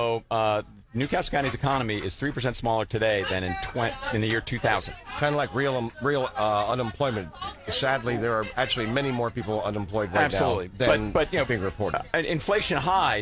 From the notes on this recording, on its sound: Broadcasting live at the 101st Wilmington Flower Market